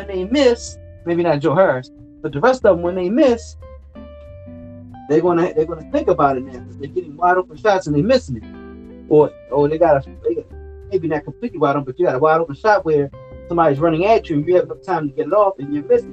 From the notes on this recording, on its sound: don't kill me for the sound